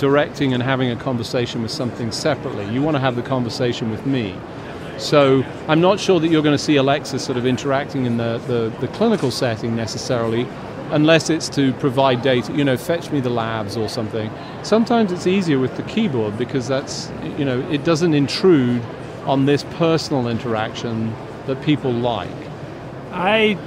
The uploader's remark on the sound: LIVE from #HiMSS17